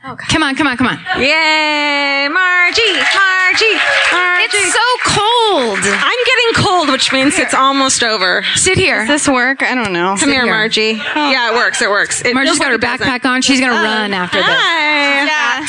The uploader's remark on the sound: This week was recorded live from the Entertainment Weekly Popfest 2016.